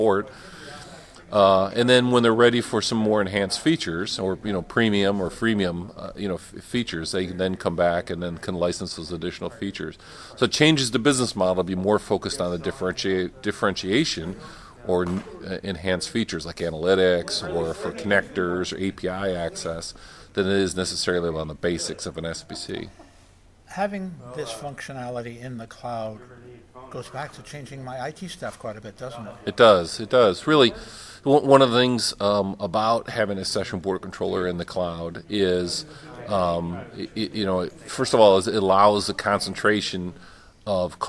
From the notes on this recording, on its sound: At ITEXPO 2018 we recorded a podcast with Telecom Reseller